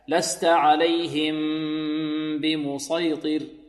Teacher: هنا إخفاء مع الغنة، غنة كاملة